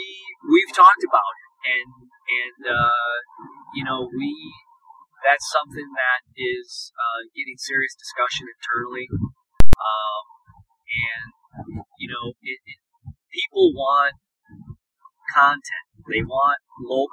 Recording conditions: poor sound quality